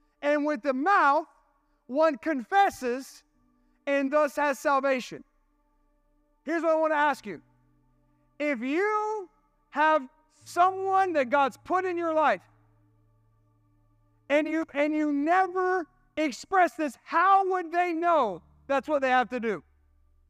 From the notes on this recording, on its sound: This sermon was recorded at Family Worship Center in Columbia, SC